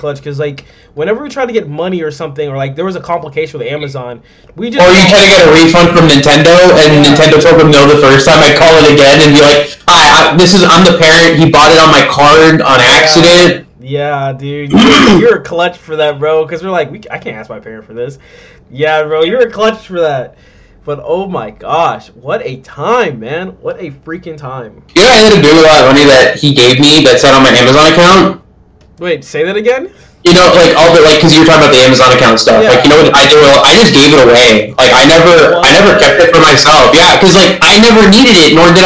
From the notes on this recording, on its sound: This audio in this podcast was pretty messed up